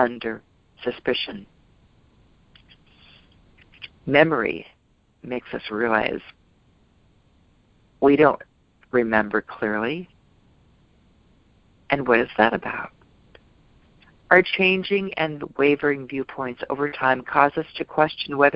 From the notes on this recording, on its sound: ACIM Daily TEXT Conference Call.